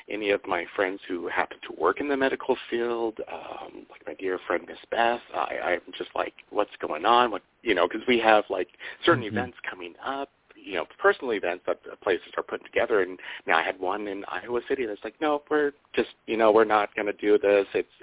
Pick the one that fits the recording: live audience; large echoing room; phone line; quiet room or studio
phone line